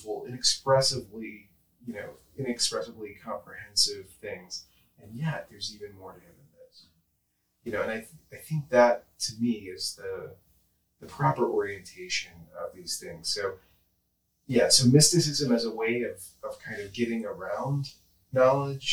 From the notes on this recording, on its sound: If you can get past the poor audio quality in this episode